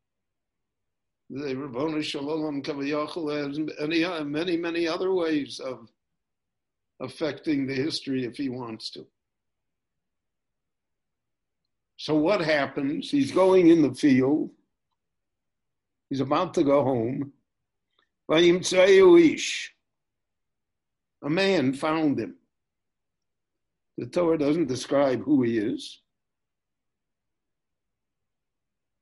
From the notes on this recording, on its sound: Recorded LIVE via Zoom in Jerusalem.